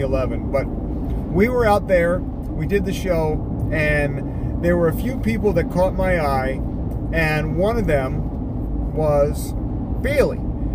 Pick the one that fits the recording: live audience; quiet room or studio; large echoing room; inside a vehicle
inside a vehicle